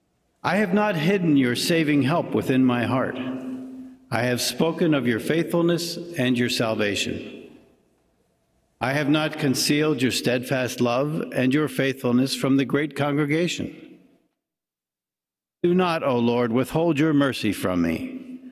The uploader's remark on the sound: preached at First Presbyterian Church of Allentown